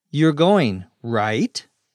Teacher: using what is called a rising intonation, where the voice goes up.